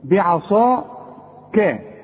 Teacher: ما نقولش بعصاك، بع بع بعاء، العين خليها مرققة، الكاف مرققة، الصاد هي مفخمة